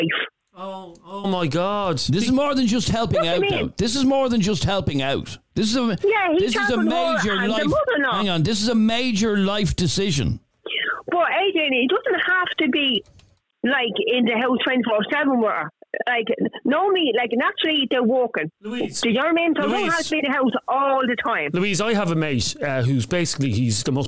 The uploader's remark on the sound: Man Phones